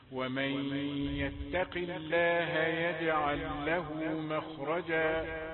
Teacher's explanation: ومن يتق الله تاء رقيقة والقاف مفخمة